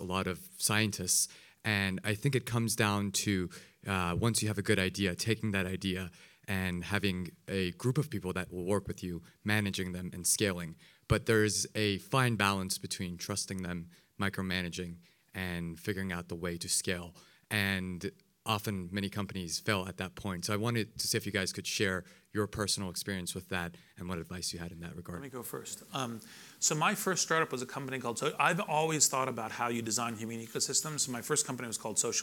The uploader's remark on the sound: Recorded at the 2014 International Achievement Summit in San Francisco.